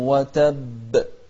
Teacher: قلقلة في الباء لكن مع التشديد